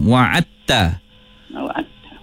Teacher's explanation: Wa'adtahum masuk kat ta tu. Dal tu masuk dalam ta. · Term: Idgham mutajanisain